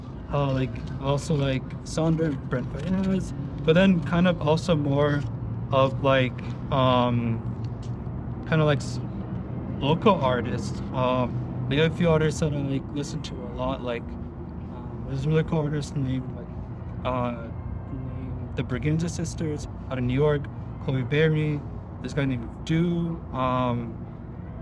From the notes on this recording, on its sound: At Treefort Music Fest. During Treefort Music Fest in Boise Idaho. We were outside of this random alleyway across from these big buildings.